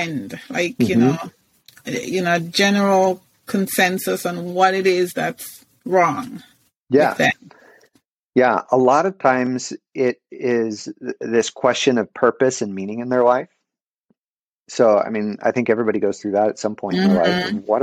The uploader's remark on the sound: This podcast was recorded with Riverside. This podcast was recorded with Riverside.fm.